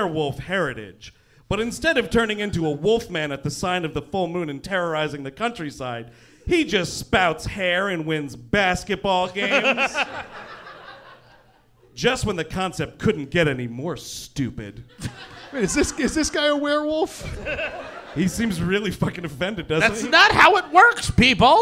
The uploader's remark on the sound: Live in Hollywood. Recorded during last year's fall tour, the gang kicked off the LA shows.